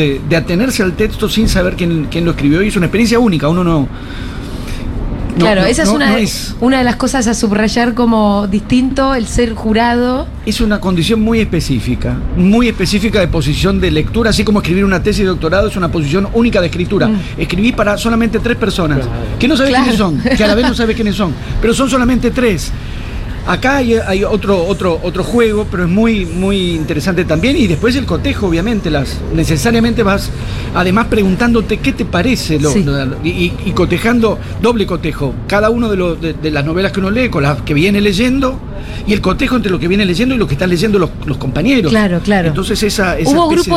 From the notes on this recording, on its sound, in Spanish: en vivo desde Yunta Bar